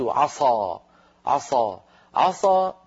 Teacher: ولو فخمت السين قليلا فقلت عصى عصى عصى صارت السين صادا فتغير اللفظ، ولما تغير اللفظ تغير المعنى المنوط بهذا اللفظ. فعصى